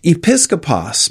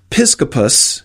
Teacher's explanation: that word gets shortened by dropping the first vowel and simplifying the consonants. So episkopos became piscopus, which turned into biscop, and then the hard C was softened to the easier bishop.